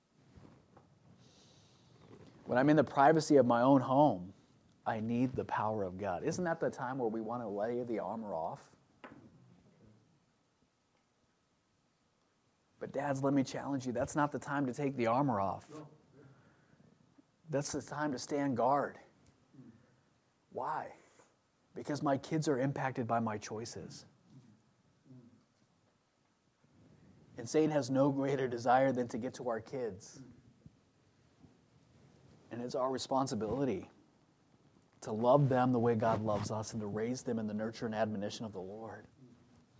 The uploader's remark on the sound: from the pulpit of Royal View Baptist Church.